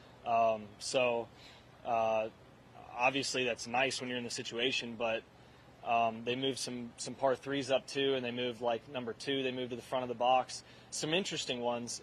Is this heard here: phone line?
no